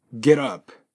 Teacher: 語尾が T で次に母音が続くとですね、ソフト D に変わって、リエゾンを起こします。例えば多くの方がご存知の getup、これなんですけども、北米英語ではこれ get up と発音します。おそらくイギリス英語はちゃんと T を発音しますので、getup。こんな風になると思います。ところがアメリカ英語、これは T が先ほど言った通りソフト D に変わっちゃってですね。ソフト D っていうのはどっちかっていうと D そのものじゃなくて T と D の間の音なんですね。ただ